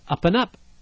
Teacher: Now, we don't say, again, up and up. We must use the reduction, apostrophe N, to be on the up and up, to be honest.